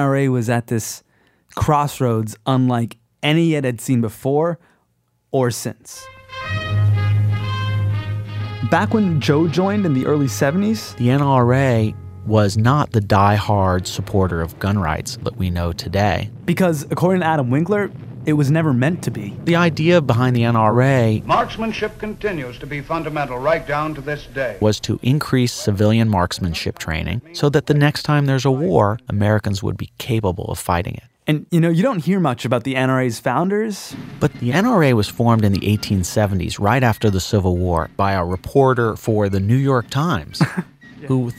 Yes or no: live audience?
no